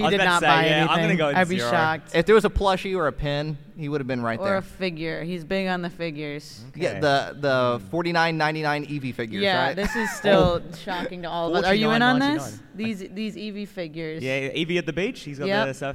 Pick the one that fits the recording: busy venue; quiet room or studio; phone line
busy venue